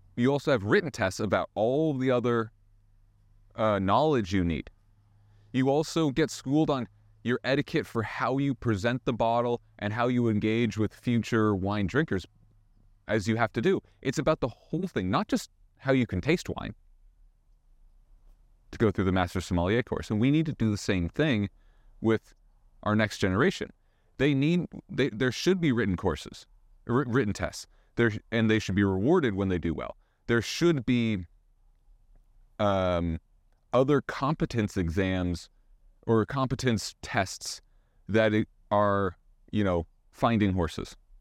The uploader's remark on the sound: WALKING AND TALKING!!!